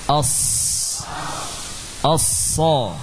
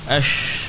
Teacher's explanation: Tidak ada tafasyi, ya, tidak ada udara yang menyebar seperti shin, ya. Yang ada adalah desis yang mengarah ke depan saja. · Shown in: first take · Term: shad